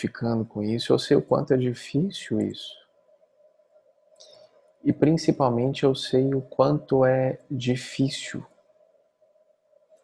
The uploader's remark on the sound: Online via Zoom